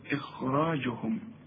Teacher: الهمزة هنا مرققة والخاء ثالث درجة من درجات التفخيم